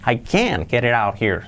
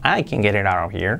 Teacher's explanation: Se hace la fuerza en el can. · Shown in: first take · Si fuera afirmativo, I can get it out of here.